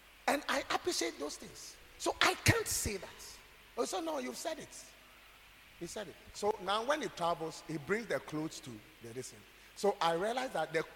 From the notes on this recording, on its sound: preached at God's Haven Ministries, The Purpose Assembly on Sunday 16th July, 2023.